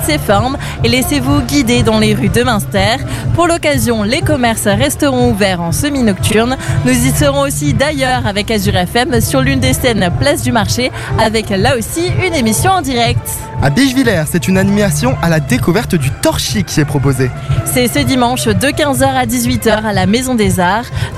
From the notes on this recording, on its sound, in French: Dans le cadre de la fête de la musique, ce mercredi 21 juin 2023, AZUR FM a délocalisé ses studios. En direct depuis la place d'armes (scène brasserie le fox) dans le cadre de la fête de la musique. Duplex depuis la scène du forum à Haguenau.